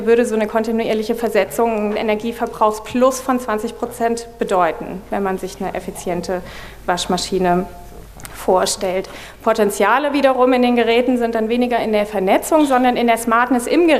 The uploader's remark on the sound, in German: wollen wir gemeinsam mit dem Publikum diskutieren